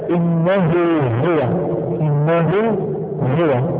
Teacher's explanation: كذلك إنه هو، إنه هو، الهاء هنا مضمومة وقعت بين إن محرك هو، الهاء محركة أيضا وقعت بين محركين، فننطقها مثلا إنه بواو حال الوصل فقط · Term: هاء الكناية